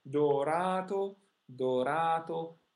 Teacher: The stressed syllable is followed by a single consonant, and it's absolutely long and supported · Term: long vowels